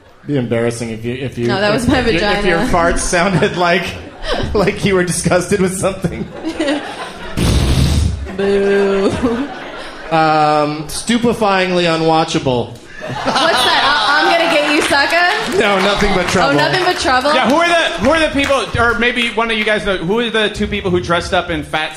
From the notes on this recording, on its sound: Recorded live at the Mayne Stage in Chicago, Illinois.